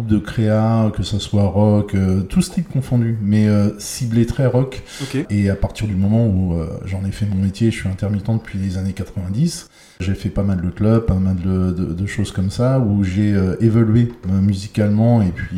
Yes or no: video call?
no